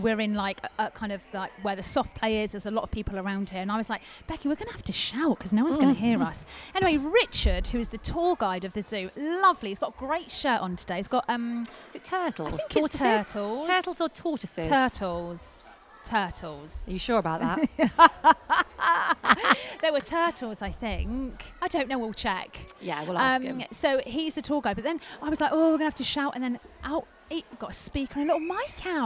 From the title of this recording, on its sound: Live from Twycross Zoo!